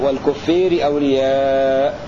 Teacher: ولأبي عمرو ودور الكسائي إمالة الألف قبل الراء